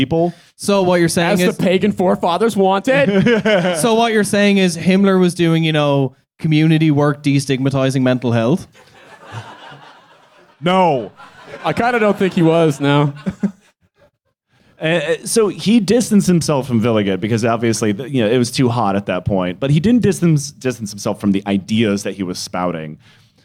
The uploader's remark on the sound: Live In London.